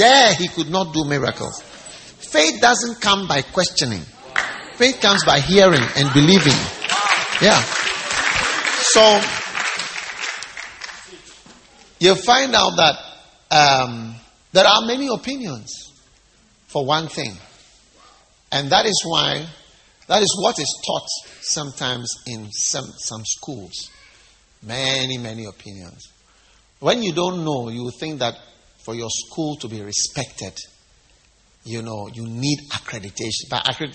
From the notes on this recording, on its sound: Preached at the First Love Church, Easter Service at the Qodesh.